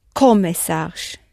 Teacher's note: The stress in the present tense is on the penultimate syllable.